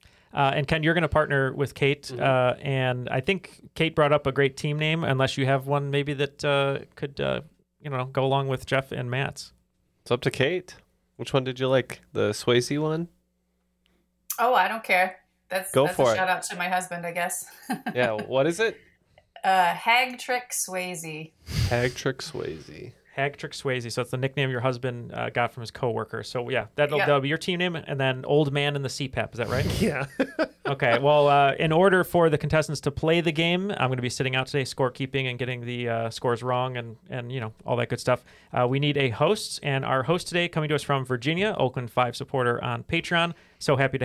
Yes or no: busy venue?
no